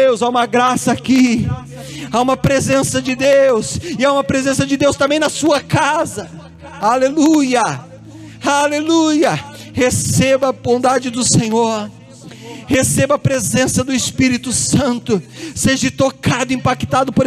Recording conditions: large echoing room